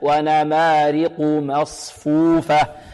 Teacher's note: الصاد ساكنة، نحذر من ضم الشفتين فيها